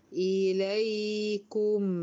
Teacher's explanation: الياء زمنها أطول من زمن الميم، لأن الياء رخاوة والميم توسط